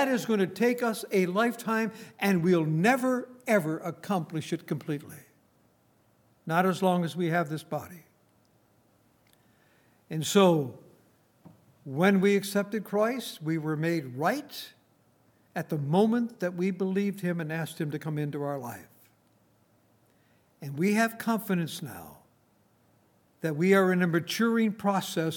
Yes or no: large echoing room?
yes